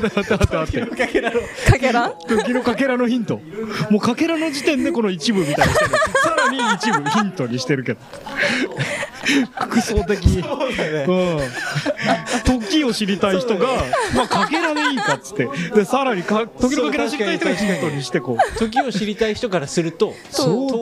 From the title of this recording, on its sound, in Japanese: 公開収録はじまるよ!!